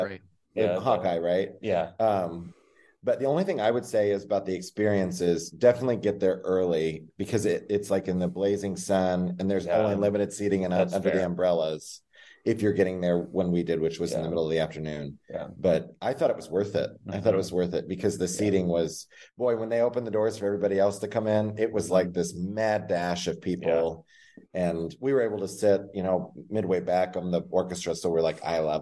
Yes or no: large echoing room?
no